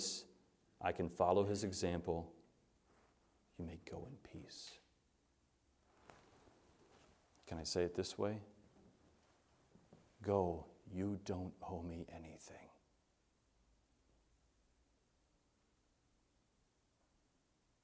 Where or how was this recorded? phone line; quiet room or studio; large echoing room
large echoing room